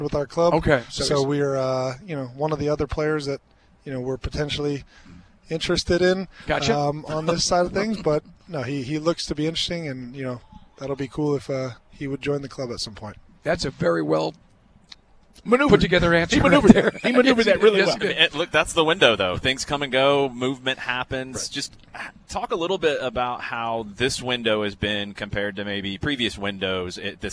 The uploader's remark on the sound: LIVE from MBS!